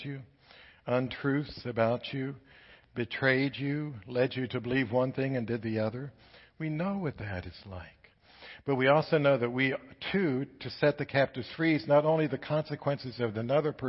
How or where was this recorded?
large echoing room